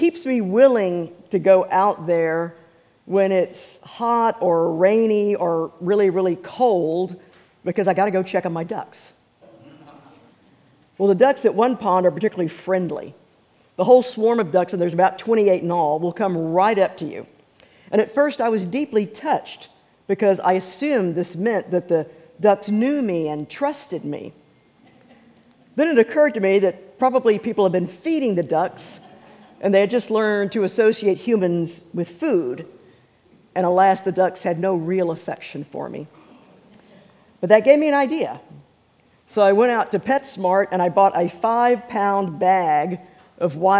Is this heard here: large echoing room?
yes